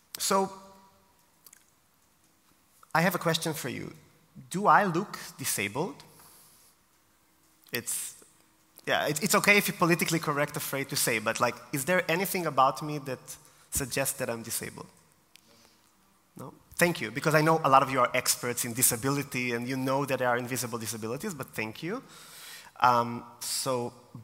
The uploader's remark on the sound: Taken from my keynote at DisAbility Confidence Day 2023 in Vienna.